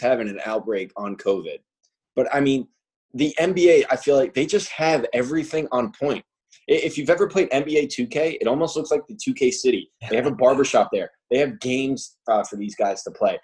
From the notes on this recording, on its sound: In this first-ever episode on Zoom